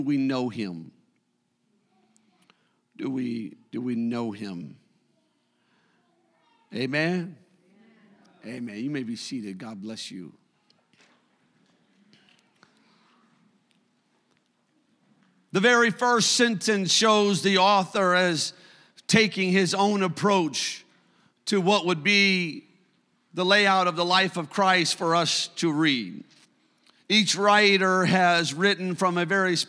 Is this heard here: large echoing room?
yes